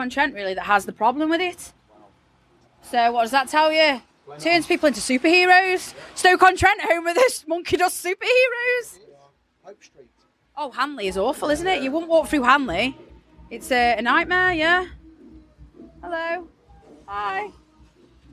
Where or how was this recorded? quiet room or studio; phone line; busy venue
busy venue